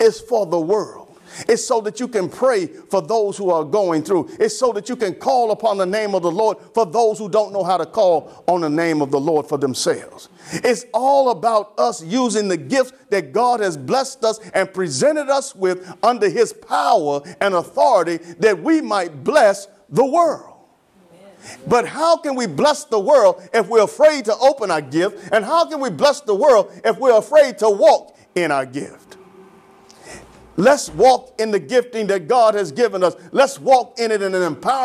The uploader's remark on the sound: Sermon preached from Wesley AME Zion Church.